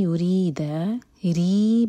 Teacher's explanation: یرید، ری باریک، رو کے نیچے جب بھی کسرا ہو تو زبان کی صرف ٹپ یوز کی جاتی ہے، رو کو باریک پڑھا جاتا ہے